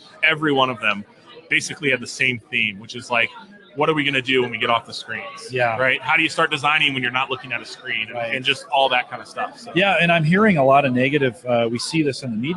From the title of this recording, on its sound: Live from Infotec 2016